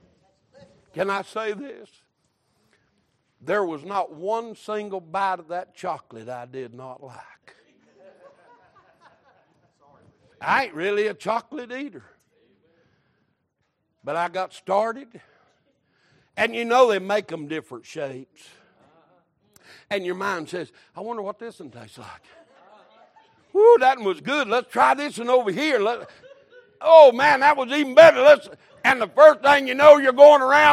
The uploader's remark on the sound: Recorded March 19, 2023 - Sunday Morning Service